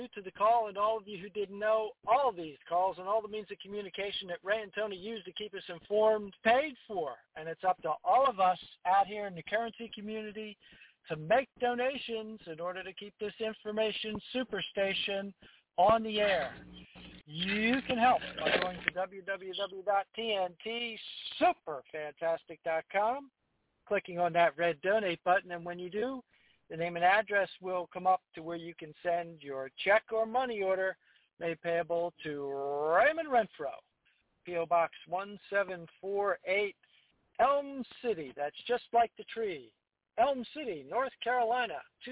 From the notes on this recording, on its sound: TNTSuperfantastic Conference Call.